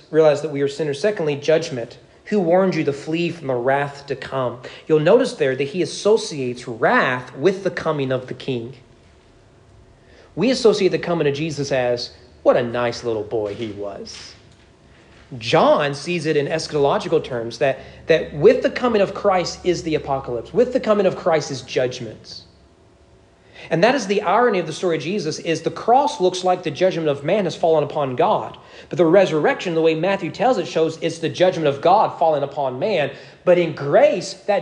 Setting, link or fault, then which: setting, large echoing room